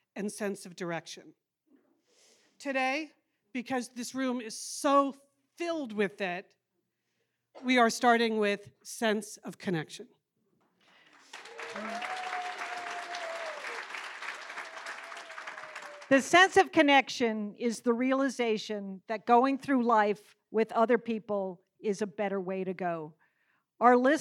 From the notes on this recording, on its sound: Perform in front of a LIVE audience in Minneapolis. At their Big Fun Weekend.